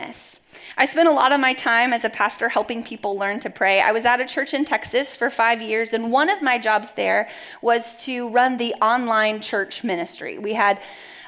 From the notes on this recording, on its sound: Message delivered at the Benicia campus